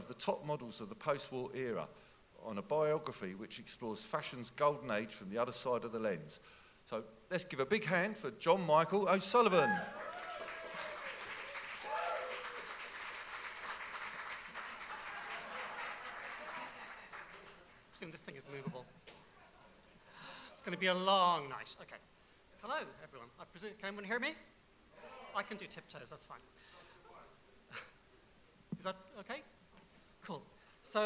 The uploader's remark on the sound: Audio from the Brixton BookJam, December 2017